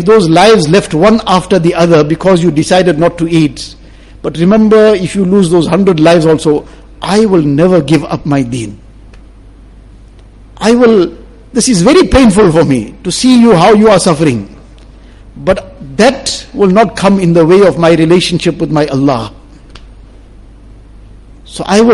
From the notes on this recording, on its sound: Jumua lecture